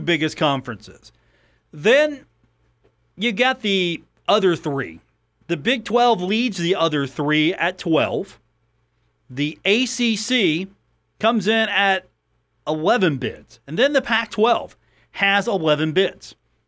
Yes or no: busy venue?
no